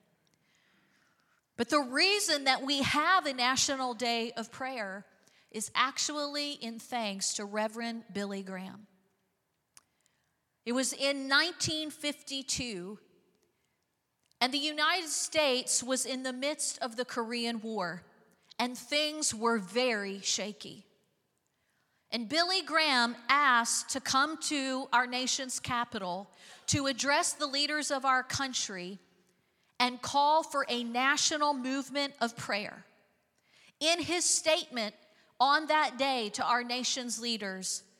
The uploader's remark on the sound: Recorded live on 5/7/23.